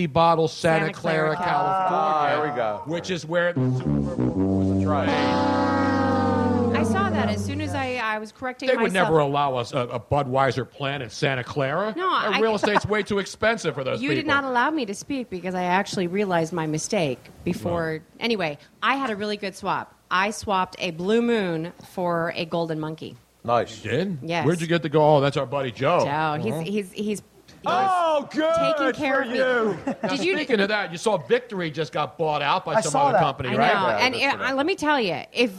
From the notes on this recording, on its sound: We came out firing with a great mid February crowd and crazy show at Comedy Sports Philly.